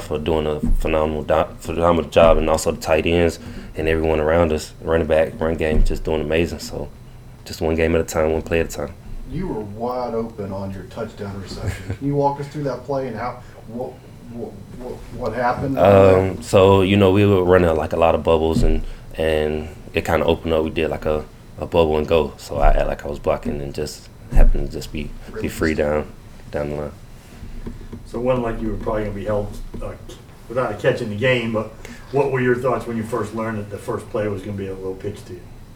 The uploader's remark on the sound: Postgame press conference following the win over Texas State.